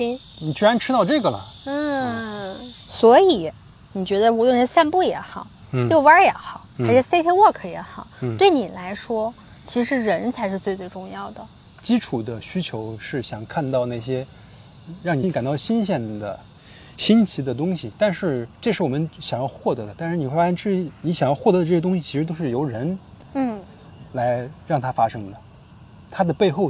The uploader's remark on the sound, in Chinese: 本期节目是拆漫专家一次新的尝试——户外录制。比如时来时往的飞机噪音和傍晚逐渐大起来的蝉声，实话说，有些地方环境噪音确实有点大，我已经努力处理过了。